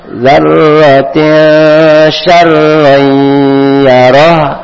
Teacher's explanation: Wa man ya'mal mithqala dzarratin syarran yarah. Di sini dzarratin tanwin ketemu shin, shin itu dibaca ikhfa samar-samar